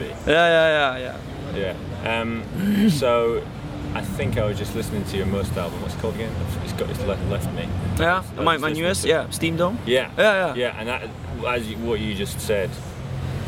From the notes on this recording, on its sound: We really were rushed as our schedules only just matched up for an hour and we had difficulty finding anywhere quiet. We opted for the park down the way from Ronnies so the sound quality is not amazing and there is alot of background noise.